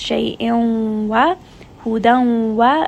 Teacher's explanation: This is again going to be idgham, but this is idgham with ghunna, meaning that you are going to bring this up into the nose. There is going to be noon sound and merge these together.